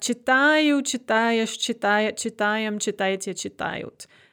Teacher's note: That stress is always there on the stem, on the a. · Term: stem-stressed